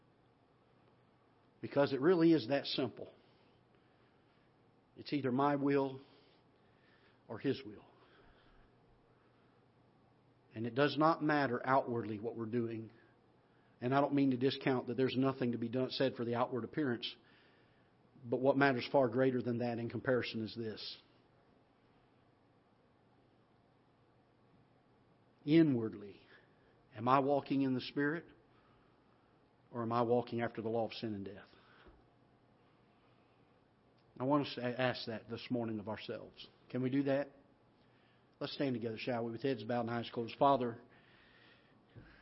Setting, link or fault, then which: setting, large echoing room